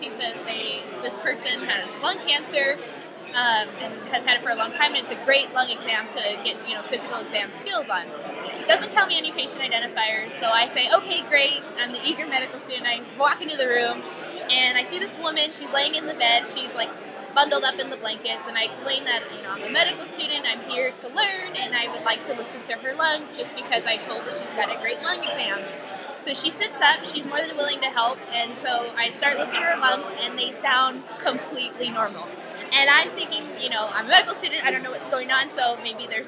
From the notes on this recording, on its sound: In this live episode from Cal ACEP ADVANCED